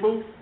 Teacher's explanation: The dhamma is a rounding of the lips. See how my lips round when I say boo?